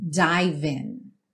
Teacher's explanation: Watch as, juntando, I dive in. Dive, o E não é pronunciado, você já junta o V no in